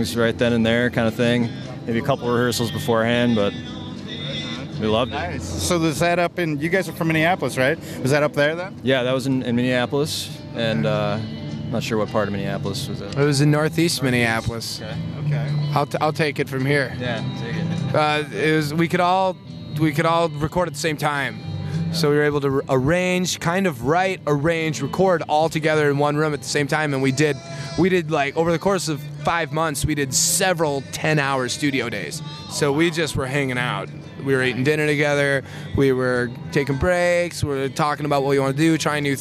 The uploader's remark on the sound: Live at Boats and Bluegrass 2019. From the 2019 Boats and Bluegrass Festival.